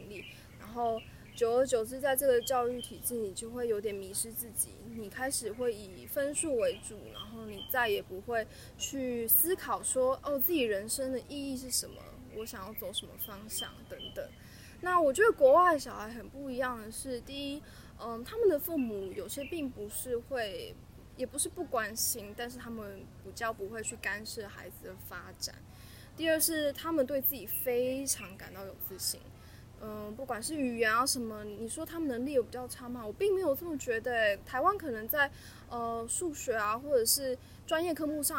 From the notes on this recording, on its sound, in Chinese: 不得已在戶外錄音，聲音品質請大家包涵ＱＱ